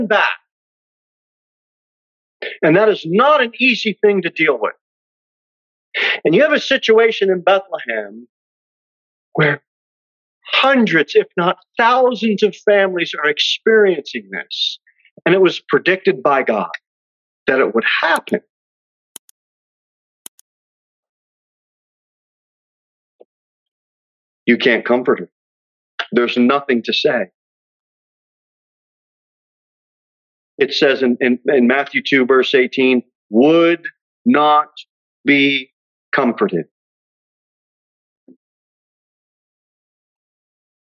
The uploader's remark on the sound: Sermon delivered at Pilgrim Baptist Church on Sunday, December 25, 2022, at 2:15 pm